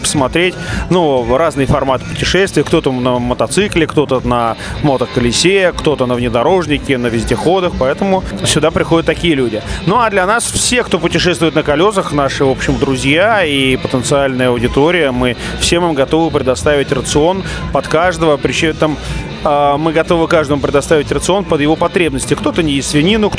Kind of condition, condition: setting, busy venue